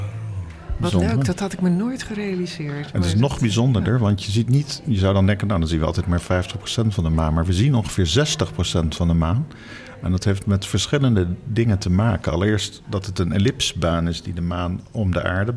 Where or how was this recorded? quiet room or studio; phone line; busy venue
busy venue